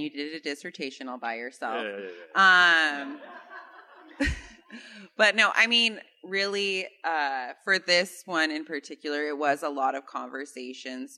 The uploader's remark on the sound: Confluence and its supporters celebrated the release of the inaugural issue of the journal during a launch party and panel discussion on November 18, 2022 at the Oregon Historical Society in Portland, which is shared here in podcast format.